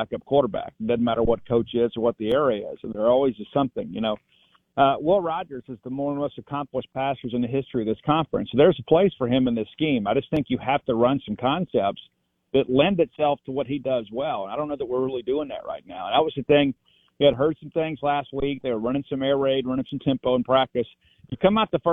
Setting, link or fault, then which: link, phone line